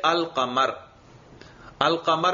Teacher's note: لام کا قاف میں ادغام نہیں ہوا · Term: حروف قمریہ